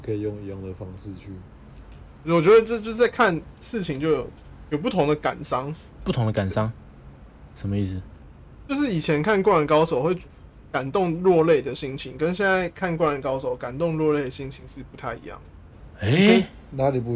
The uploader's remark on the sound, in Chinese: 分隔三地錄音。有些咳嗽聲、音質不佳請見諒！